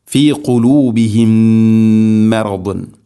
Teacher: ഇവിടെ സുക്കൂനുള്ള മീമിന് ശേഷം അടുത്ത മീം ഇദ്ഗാം ചെയ്തുകൊണ്ട്, അതിൻ്റെ പേര് ഇദ്ഗാം മുതമാഥിലൈൻ എന്നാണ്. സുക്കൂനുള്ള മീമിനെ ഹർക്കത്തുള്ള മീമിലേക്ക് ഇദ്ഗാം ചെയ്ത് അഥവാ കൂട്ടി ലയിപ്പിച്ച് മണിച്ചുകൊണ്ട് ഉച്ചരിക്കണം